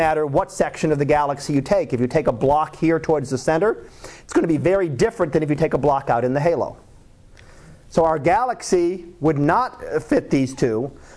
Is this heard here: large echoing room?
yes